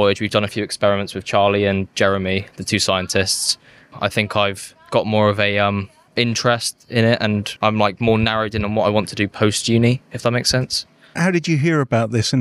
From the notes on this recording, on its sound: Tall Ship Moored at the Barbican, Plymouth. Out on location in this special episode recorded on board the tall ship, Pelican of London.